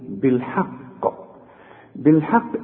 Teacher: إذا وقفت على القاف دي هنقلقلها، أنت فاكر الشريط رقم 18 كنا بنتكلم على قلقلة الحروف، فإذا وقفنا أهو القاف دي بقى عليها الشدة، نقول بالحق.